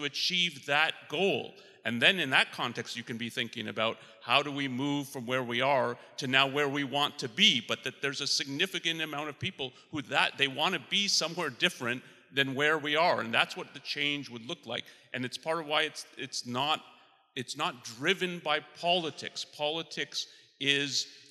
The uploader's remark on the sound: Attendees take this final opportunity to pose any lingering questions the conference may have raised. Recorded live at Ayn Rand Con Europe 2023.